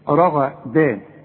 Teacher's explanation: الراء عندك مفخمة، الغين مفخمة